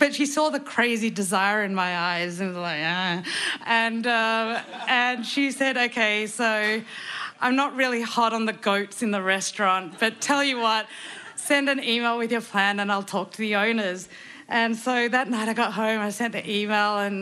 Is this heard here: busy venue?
yes